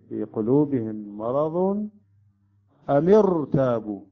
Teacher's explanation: الراء هنا أتت ساكنة، وقلنا إذا تكون الراء ساكنة وقبلها مكسور الحكم الترقيق، لكن هنا استثناء لكون الكسرة كسرة عارضية، هنا الراء تقرأ بالتفخيم